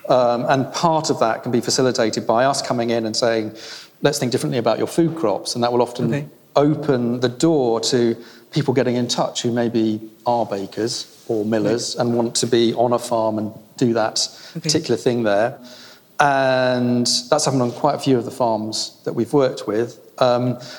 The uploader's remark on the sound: This is an Accidental Gods bonus Episode recorded at the Marches Real Food and Farming Conference held at Linley Estate in Shropshire in September. This was actually recorded in a barn.